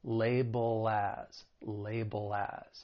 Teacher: And then if we're following it with the word as, I told you that's a common phrase, well then we can link that dark L with the beginning vowel sound in as